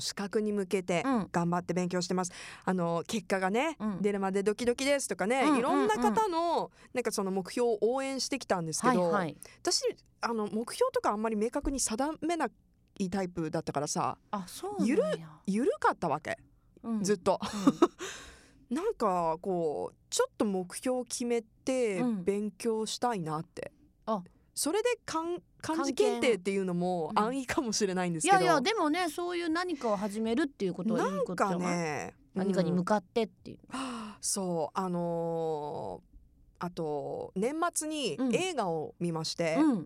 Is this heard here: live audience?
no